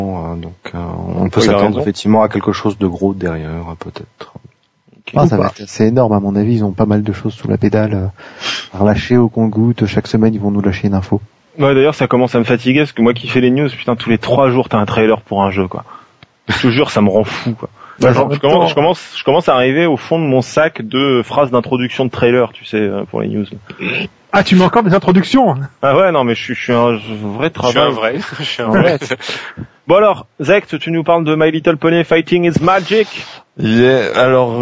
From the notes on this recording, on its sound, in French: C'est la tradition un peu partout de faire un épisode plus long, enregistré en direct sous le soleil, juste avant la coupure estivale.